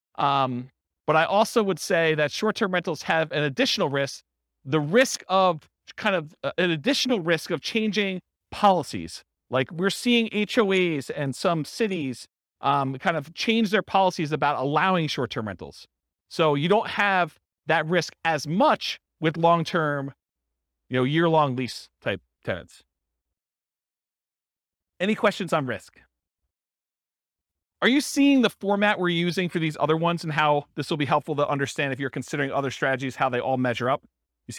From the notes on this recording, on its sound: This was a live class recorded